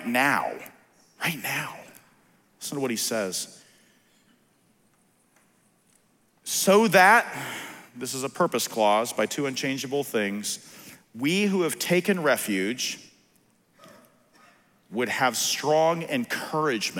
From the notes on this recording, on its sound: on January 23, 2021 at the Founders “The Only God” national conference in Southwest Florida.